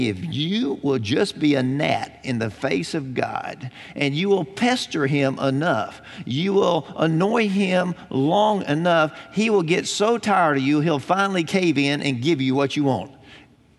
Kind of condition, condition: setting, large echoing room